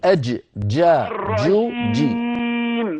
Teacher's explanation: الجيم الفصيحة محبوسة الصوت